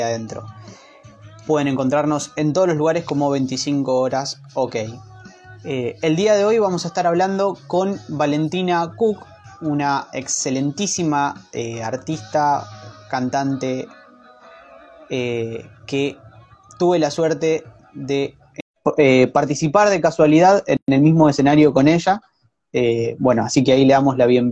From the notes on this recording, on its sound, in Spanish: Audio extraído de IG LIVE